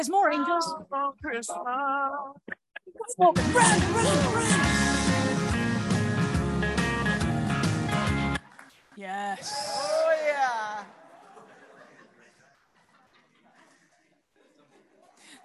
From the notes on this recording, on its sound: This LIVE service.